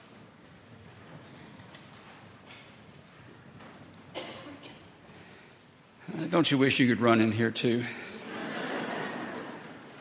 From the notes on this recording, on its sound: at Highland Baptist Church.